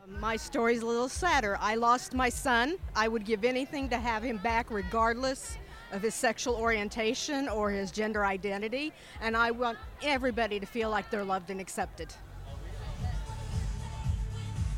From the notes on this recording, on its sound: We went to Bloomington Pridefest, which took place on Saturday, August 31, to ask attendees. Among those we interviewed were numerous parents of young children, as well as queer-identifying folks.